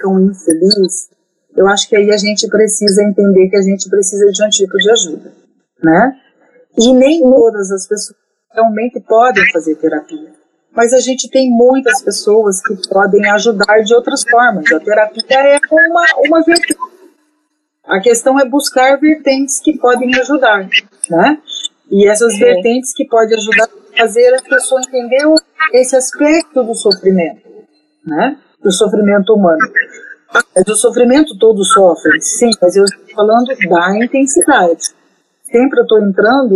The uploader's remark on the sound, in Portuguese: Nossas gravações estão sendo realizadas à distância e, devido à instabilidade de internet, você vai perceber alguns probleminhas técnicos no decorrer da conversa